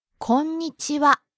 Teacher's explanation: You really have to hit the N sound in there, the N syllable before ni.